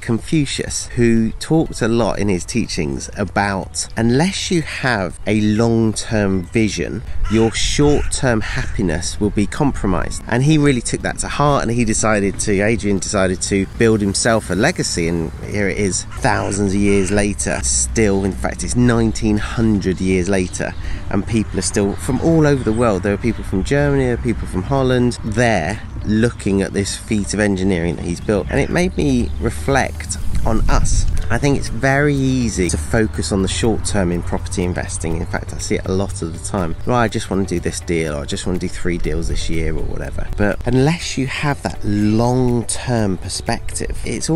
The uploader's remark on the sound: recorded on the coast of Northumberland